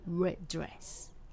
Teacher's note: red の D と dress の D が一緒なので、うん、ここも D の音をシェアして